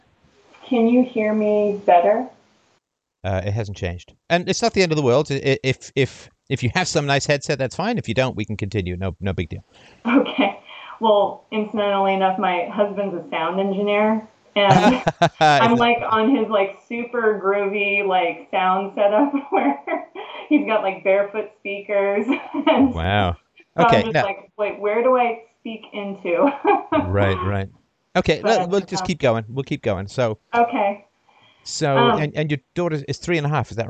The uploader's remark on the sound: Freedomain Call